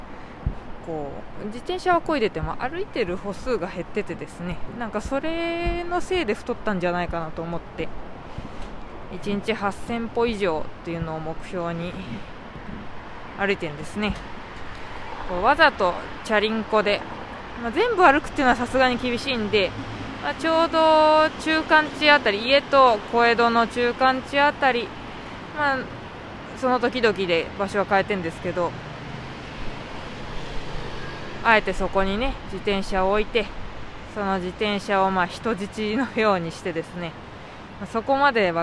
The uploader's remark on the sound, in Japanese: 帰り道に収録しました。